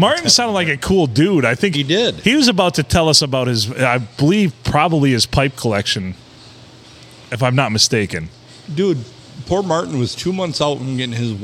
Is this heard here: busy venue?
yes